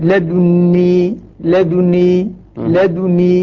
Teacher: يعني إسكان الدال مع إشمامها